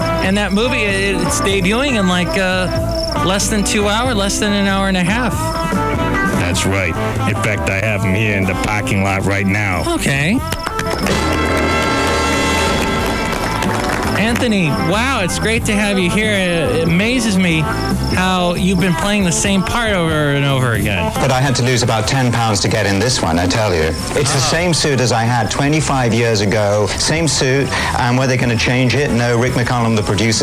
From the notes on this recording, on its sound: podcasts live from Café Anyway